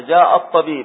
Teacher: الدرج، وعندنا لام شمسية تحذف اللام الشمسية وتدخل فيما بعدها، ف عندما تأتي كلمة مثل هذه نقول جاء الطبيب، صار كأن الأل كلها غير موجودة، فينطق بها هكذا جاء الطبيب، هذا النطق فقط، هذه الكتابة · Term: همزة وصل